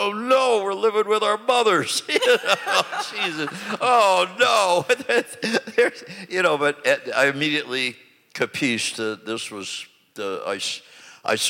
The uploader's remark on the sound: In front of an audience.